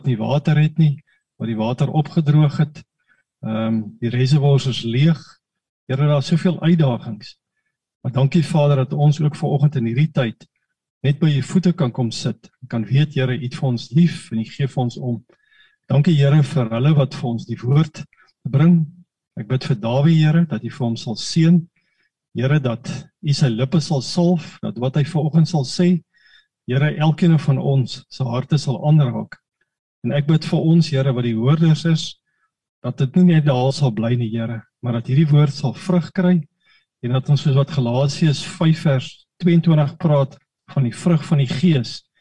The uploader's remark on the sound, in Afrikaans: Manne van die Woord Zoom Byeenkoms 8 Februarie 2022